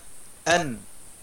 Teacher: طرف اللسان مع أصول الثنايا في الحنك الأعلى تقول هكذا أن وهو حرف النون الذي خرج في آخر الكلمة.